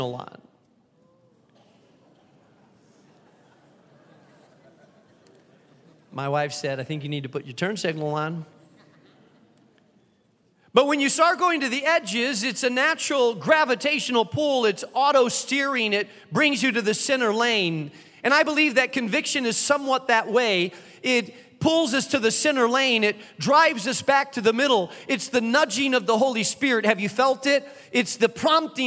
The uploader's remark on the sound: keynote address to those in attendance at our new Founder's Week Conference on the campus of the Moody Bible Institute